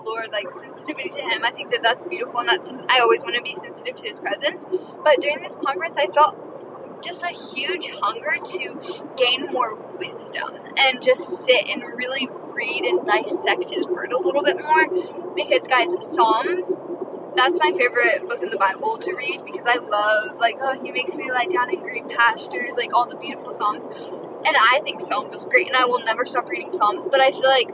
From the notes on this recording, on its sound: Life update in my car. Sorry about the bad audio in this..I was driving.